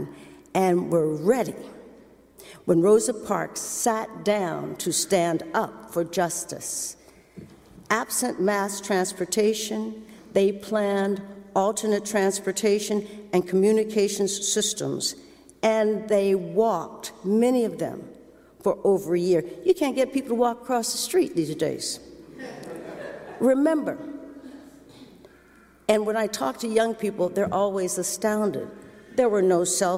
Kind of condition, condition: setting, large echoing room